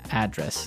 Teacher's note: the stress is on the first syllable